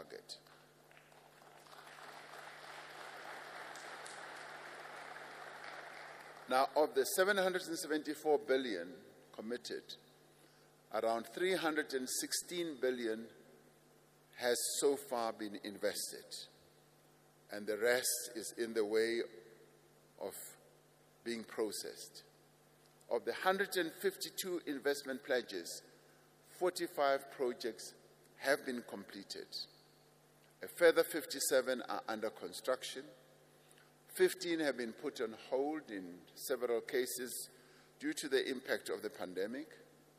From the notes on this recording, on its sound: Opening Session of the 4th South Africa Investment Conference Sandton Convention Centre, 24 March 2022. Opening Session of the 4th South Africa Investment Conference Sandton Convention Centre.